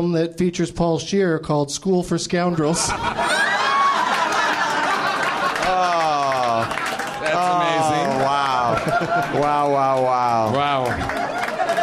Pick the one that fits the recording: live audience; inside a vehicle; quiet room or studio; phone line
live audience